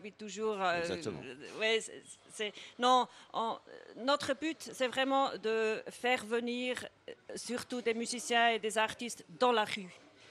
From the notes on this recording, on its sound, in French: Pour cette première émission bernoise. Recevaient à 9h10 au Einstein Kaffee.